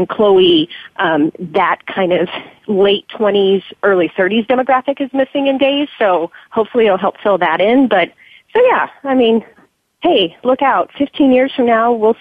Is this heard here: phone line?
yes